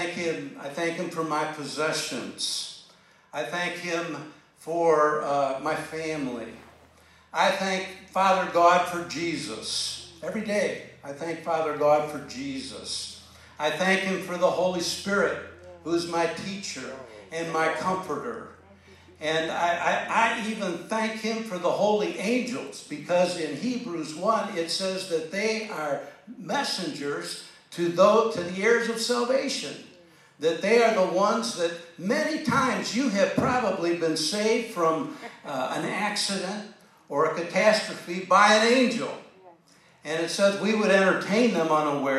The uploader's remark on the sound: This edifying sermon was delivered during Granbury's Annual Community Thanksgiving Service